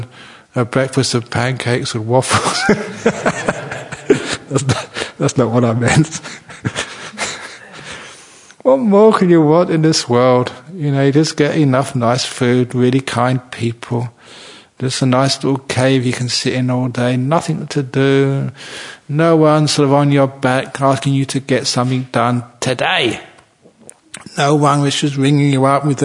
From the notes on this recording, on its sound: 2014 Rains Retreat. Bodhinyana Monastery in Serpentine (southeast of Perth, Western Australia). The main audience was the Sangha.